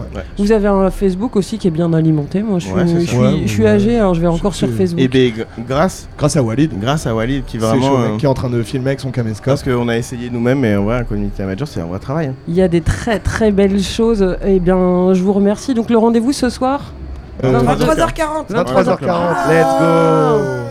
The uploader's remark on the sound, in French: En direct de l’espace presse du Festival Beauregard 2023 à Hérouville-Saint-Clair (14).